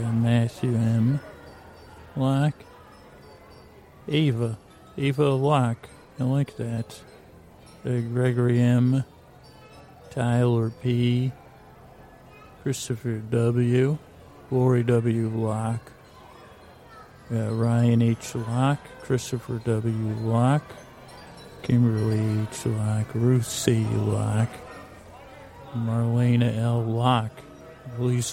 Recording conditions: sounds in the background